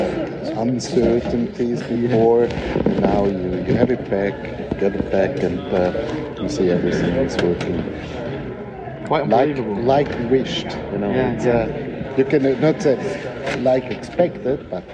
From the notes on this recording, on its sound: The Real Time Show At Esrange. Our very first on-location episode, recorded during the launch day of the SubOrbital Express 3.